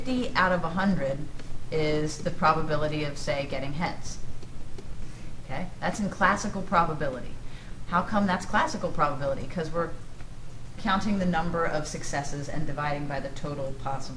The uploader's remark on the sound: This is a recording in front of a live classroom.